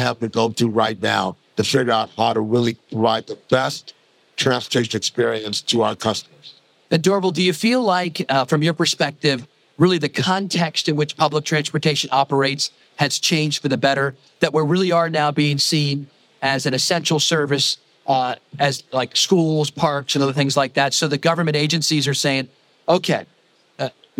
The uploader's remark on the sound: This week we bring you our final segment from the UTIP Global Summit held earlier this summer in Barcelona. CEO Roundtable recorded live at the summit.